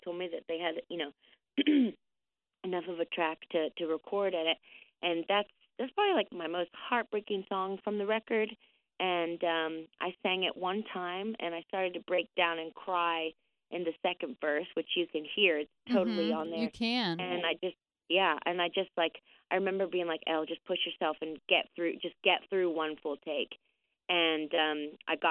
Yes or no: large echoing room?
no